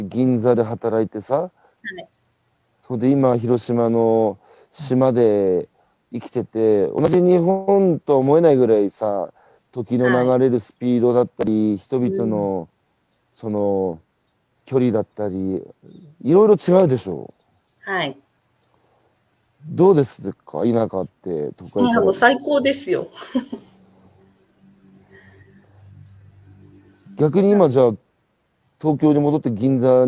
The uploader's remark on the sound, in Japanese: 歩きながら1時間、対談する。